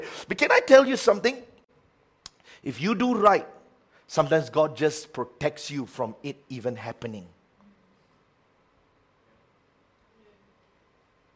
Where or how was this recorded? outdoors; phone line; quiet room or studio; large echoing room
large echoing room